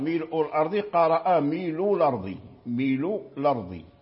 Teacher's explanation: مع حذف الهمزة، النقل في جميع، إذا قلنا النقل بمعنى أن الهمزة تحذف وتنقل حركتها إلى الساكن قبلها